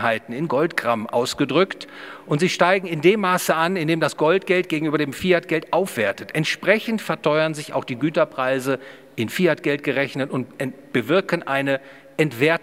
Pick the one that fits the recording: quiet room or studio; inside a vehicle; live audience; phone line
live audience